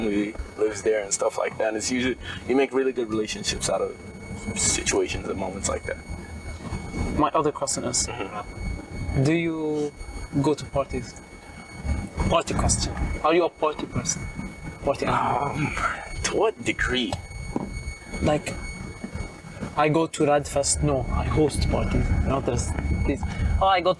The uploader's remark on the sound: CAR INTERVIEW. Sorry for the noises we were testing new equipment out.